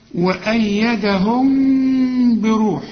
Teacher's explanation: وأيدهم، هنا بتنتهي بميم لكن بعدها باء، كل ميم بدون تشكيل زي ديت بعدها باء يحصل إخفاء فما تضمش شفايفك فيها